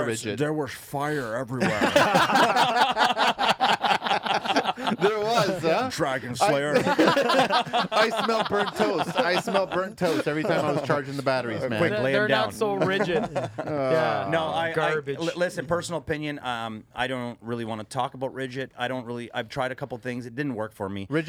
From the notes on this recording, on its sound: we are on location at his store Mississauga Hardware Centre just outside the Toronto core